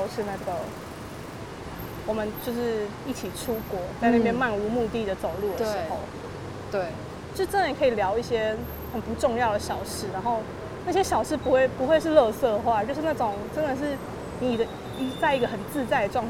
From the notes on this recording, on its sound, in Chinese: 邊散步邊錄音。將噪音打包成環境音，。為什麼想要在環境噪音中聊天？